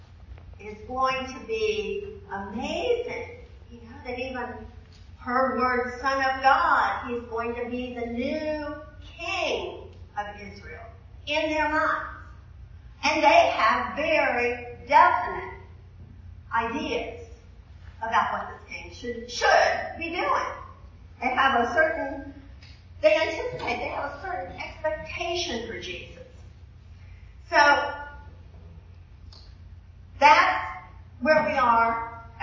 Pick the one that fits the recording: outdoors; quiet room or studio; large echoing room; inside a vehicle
large echoing room